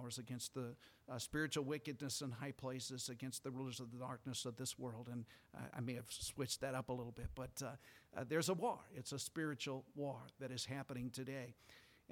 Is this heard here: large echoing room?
yes